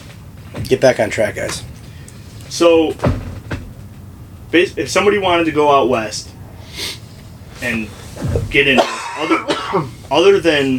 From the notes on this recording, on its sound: On the phone. We recorded this in an ice fishing shanty so bear with the extra noises.